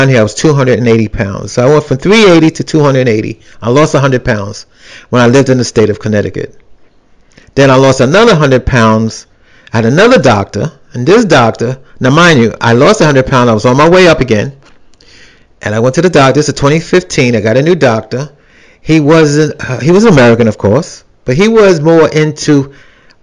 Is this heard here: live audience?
no